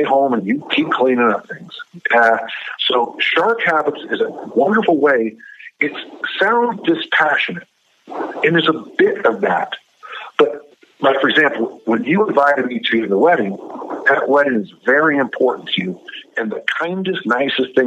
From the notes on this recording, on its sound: via phone